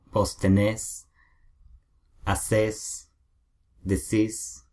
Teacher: se escribe de igual manera, pero el acento está en la terminación de la palabra · Term: el voseo